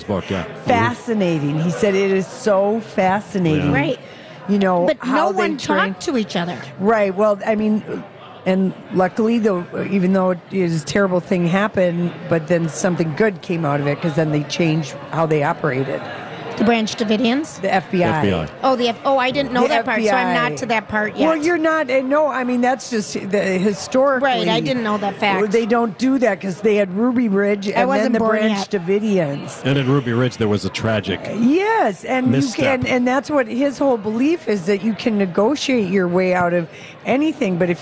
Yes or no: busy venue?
yes